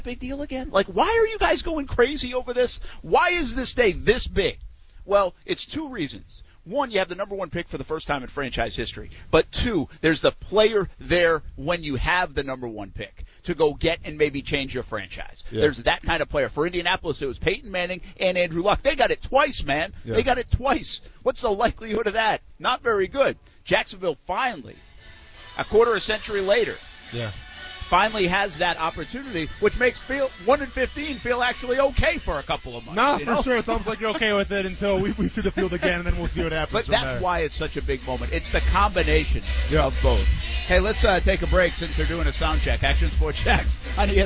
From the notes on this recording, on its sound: LIVE from TIAA Bank Field on the day Trevor Lawrence comes to Jacksonville!